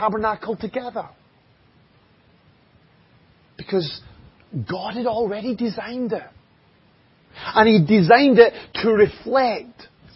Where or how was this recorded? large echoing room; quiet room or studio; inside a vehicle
large echoing room